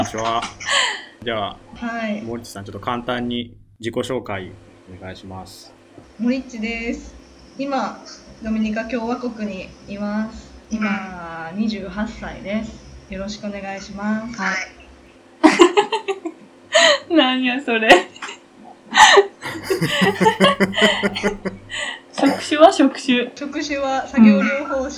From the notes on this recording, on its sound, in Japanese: 音質が不安定です、ごめんなさい。